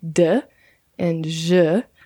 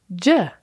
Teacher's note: So if you do those two in a row, d and j, then it becomes j, like the letter J.